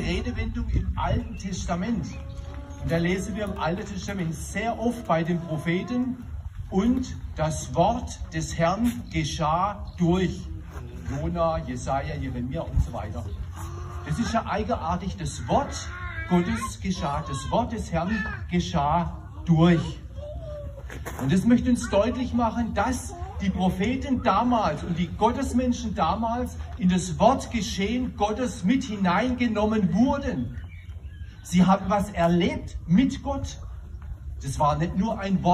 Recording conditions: outdoors